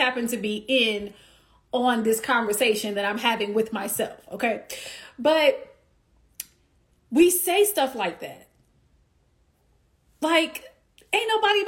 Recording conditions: phone or laptop microphone